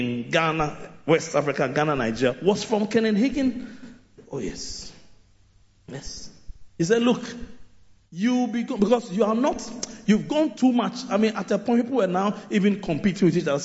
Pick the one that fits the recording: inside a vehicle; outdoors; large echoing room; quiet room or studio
large echoing room